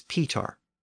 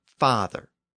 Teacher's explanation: the P sound in many of the ancient Indo-European words had shifted to an F sound in the words in the Germanic languages